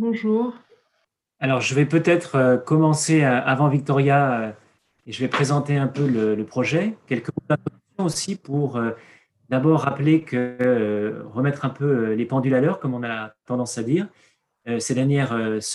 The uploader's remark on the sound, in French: Enregistré sur zoom le 20 avril 2021